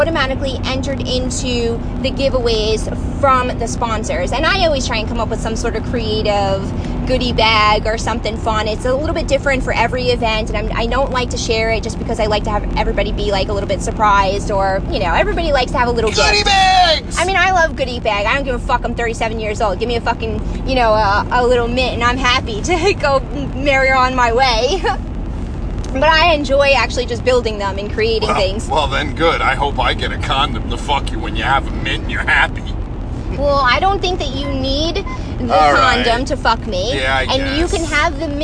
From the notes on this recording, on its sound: Our first podcast of the season in the car as we head to our 5th Annual Winters Kiss.